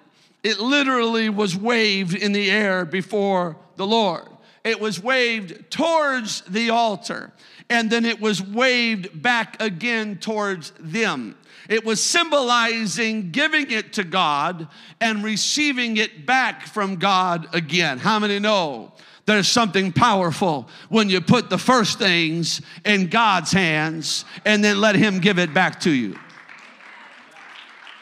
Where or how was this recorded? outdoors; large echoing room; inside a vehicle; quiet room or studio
large echoing room